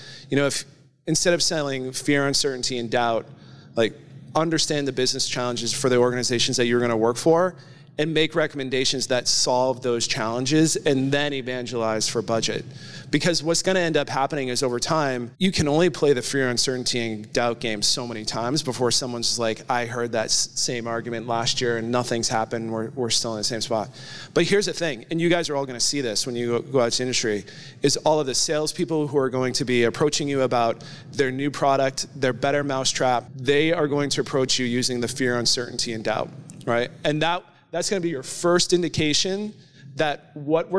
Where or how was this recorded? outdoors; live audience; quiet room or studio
live audience